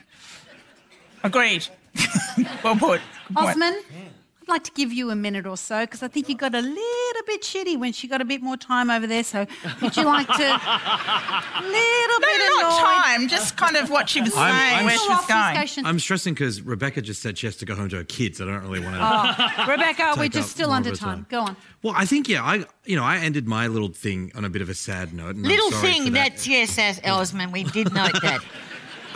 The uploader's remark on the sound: A debate from our 50th Birthday Festival. This event was recorded live at the Sydney Opera House.